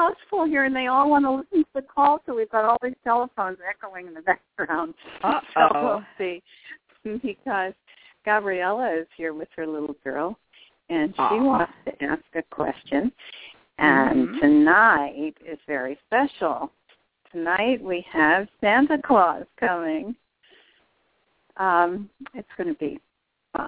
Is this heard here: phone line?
yes